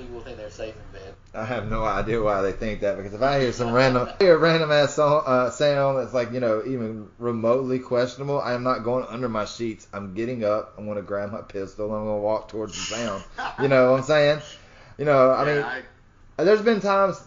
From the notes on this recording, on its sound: There's a tad bit of sound issues on this one